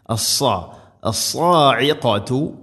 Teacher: സ്വാദ് ഉച്ചരിക്കുമ്പോൾ നാവിൻ്റെ മധ്യഭാഗം അണ്ണാക്കിലേക്ക് ഉയർന്നു നിൽക്കണം. അത് ഹെവി ലെറ്ററാണ്, ഇസ്തിഇല എൻ്റെ അക്ഷരമാണ്.